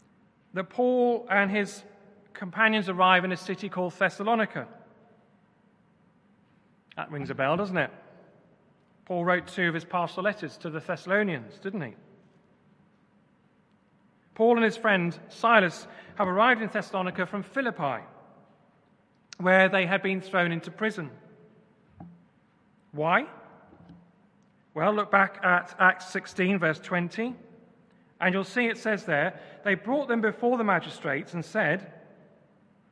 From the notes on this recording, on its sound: Remembrance Service. Christ Church, Bayston Hill (UK).